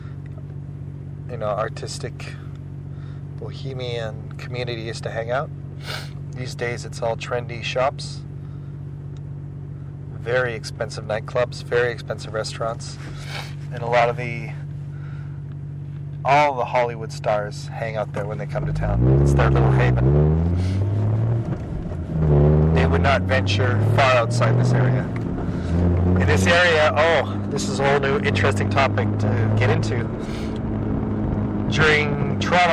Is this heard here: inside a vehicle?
yes